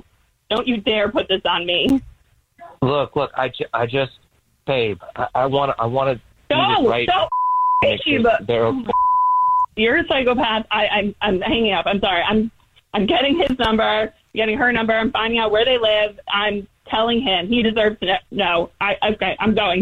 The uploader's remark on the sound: One of our listeners is on the phone